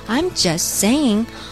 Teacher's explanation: just 和 say 啊中呃把它连起来，那么所以说 just 最后的那个小 t 啊，我们就把它吃掉。I'm justsaying，看到没有 t 没有发出来哦，要把位子空出来就可以了。I'm just saying, why would he just swoop in